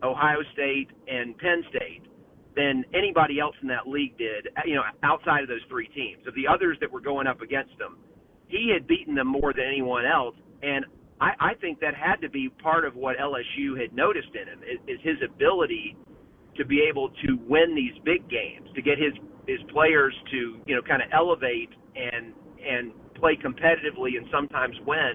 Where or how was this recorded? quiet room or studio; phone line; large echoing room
phone line